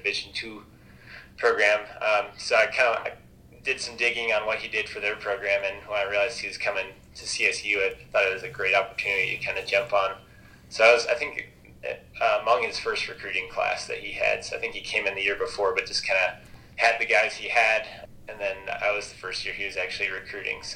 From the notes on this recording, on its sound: joined us for a phone conversation this week